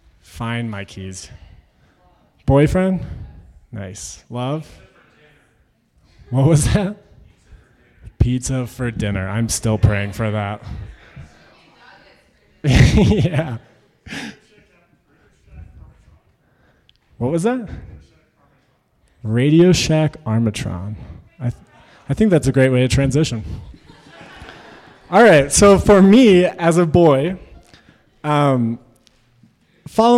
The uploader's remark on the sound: Originally told this story at our live event, un/pact: a creative dialogue on consent.